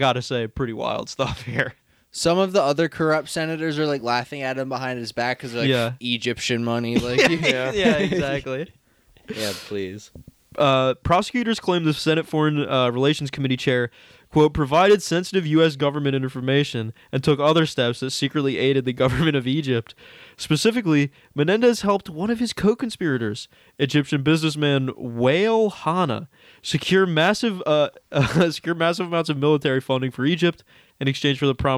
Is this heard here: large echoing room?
no